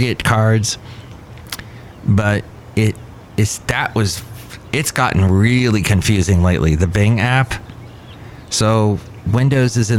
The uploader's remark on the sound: podcasts live from Cafe Anyway